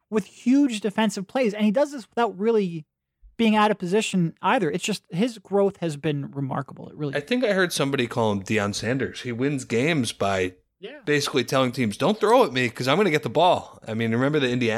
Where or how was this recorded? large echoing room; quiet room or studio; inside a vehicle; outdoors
quiet room or studio